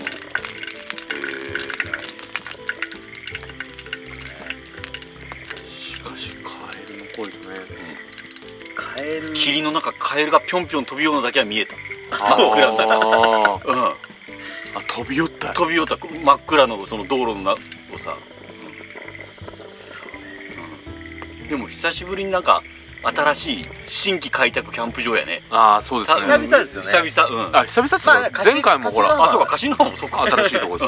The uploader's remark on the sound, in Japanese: 雨と霧に包まれた学校跡地のキャンプ場で収録。旧小石原小学校をリノベしたキャンプ場 アクアクレタ小石原（福岡）。